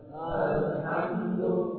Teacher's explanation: huruf lam, kita membaca alhamdu gitu ya, tidak dibaca dengan suara yang tertahan. Alhamdu ya, tapi ya suaranya itu menyambung ke huruf yang berikutnya. · Term: sifat tawassut